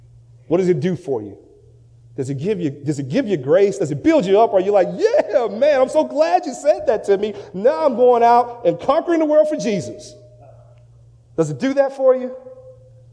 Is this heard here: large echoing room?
yes